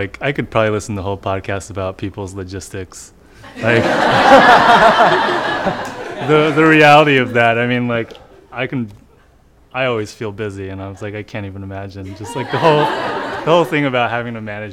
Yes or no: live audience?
yes